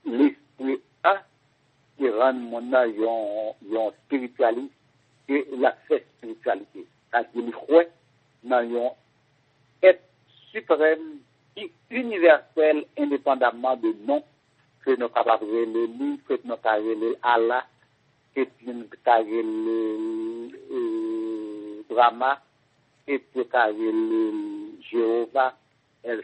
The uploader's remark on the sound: Phone conversation.